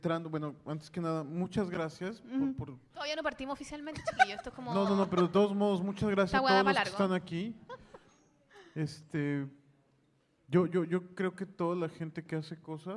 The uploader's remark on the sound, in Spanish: Nuevamente con público. Los tres invitados del V Encuentro de Ilustración y Cómic de La Reina este 2017. Al final respondieron algunas preguntas de los asistentes.